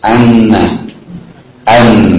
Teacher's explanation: Atau jika seorang melafadzkan huruf nun, ya, dengan an atau anna, maka ia akan temukan makhraj huruf nun ini adalah pada ujung lisan dengan gusi atas.